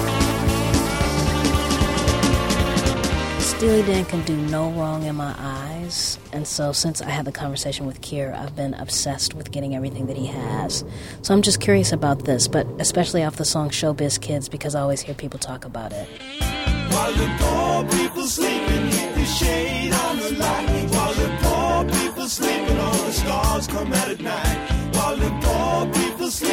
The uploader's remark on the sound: LIVE from the Last Bookstore. The Last Bookstore here in Downtown Los Angeles.